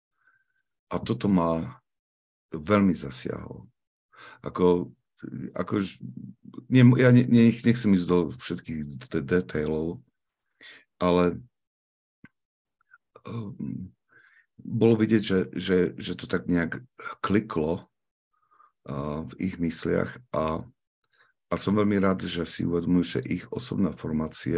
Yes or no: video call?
yes